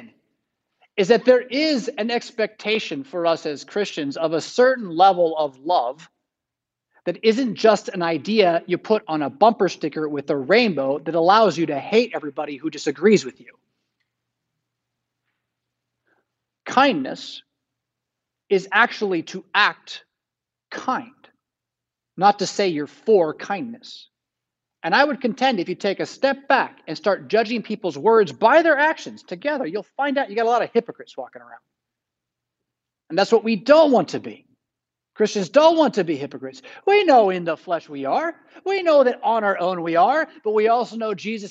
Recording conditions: large echoing room